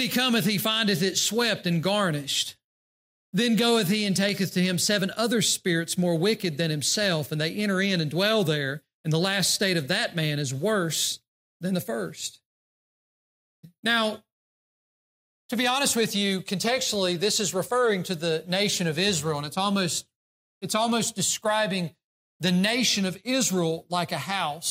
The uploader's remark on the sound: during the Sunday morning service on January 7, 2024, at Southside Baptist Church in Mount Airy, NC.